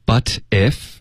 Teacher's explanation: 我们会连读然后把 t 的音浊化